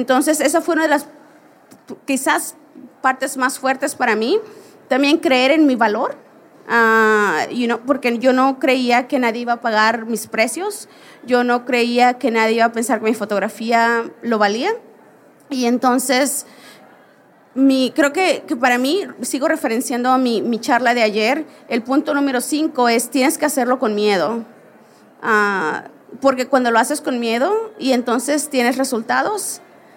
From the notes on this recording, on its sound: Live From WPPI. Special live edition.